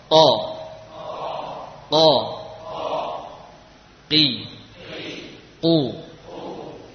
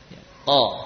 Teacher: huruf qaf ini berasal dari pangkal lidah ditempelkan kepada langit-langit. Nah, karena bagian itulah yang paling dekat dengannya.